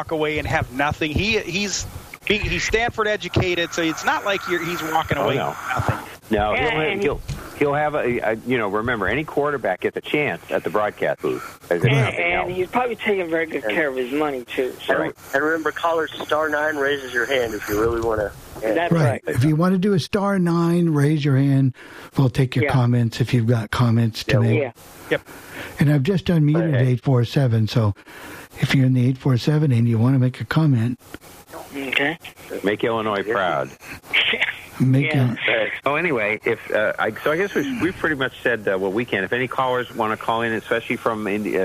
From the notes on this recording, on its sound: take your live calls